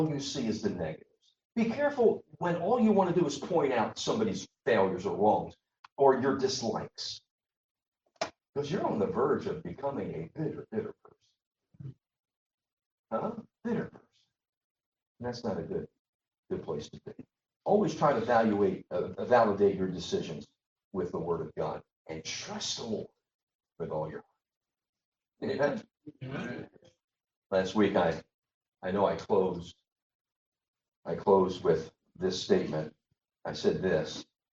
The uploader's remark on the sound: Sorry about the sound....We should have it better next week.